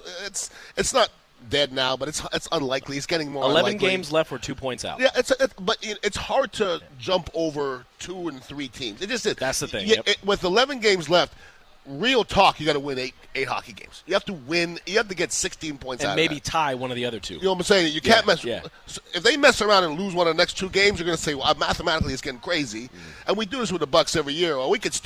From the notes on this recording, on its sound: Live from Oak & Stone in Sarasota.